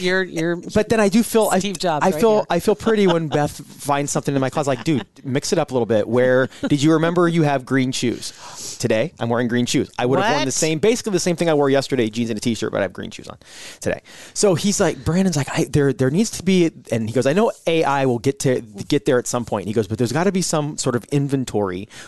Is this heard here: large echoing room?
no